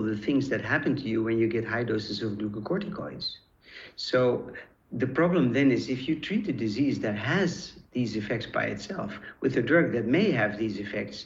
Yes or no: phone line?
no